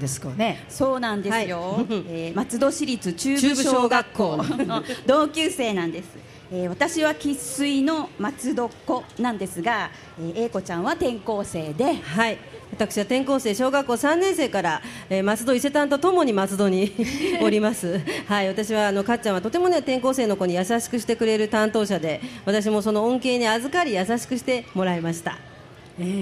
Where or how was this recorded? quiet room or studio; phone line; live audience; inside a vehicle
live audience